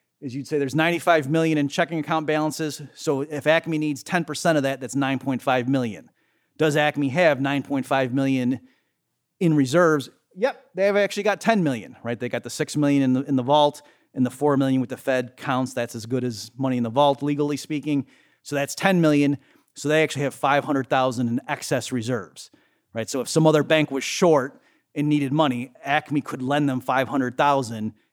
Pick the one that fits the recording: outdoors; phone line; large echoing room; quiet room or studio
large echoing room